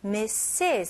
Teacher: 처음에는 S 발음, 그 다음에 두 번째는 Z 발음이 나와야 됩니다